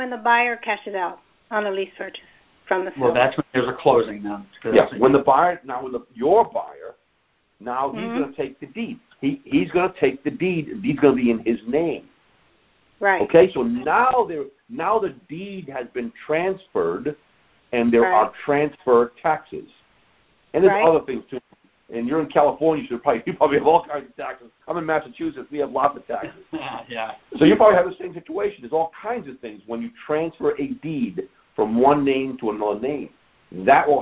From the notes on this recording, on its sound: Gold Club Q&A Call.